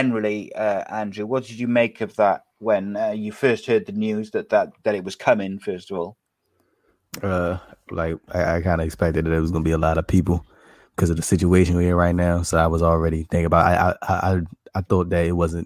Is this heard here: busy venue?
no